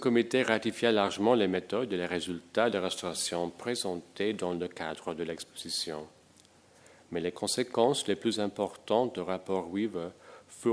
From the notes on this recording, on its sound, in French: enregistrée le 24 novembre 2010, dans le cadre du colloque " Conserver, restaurer demain.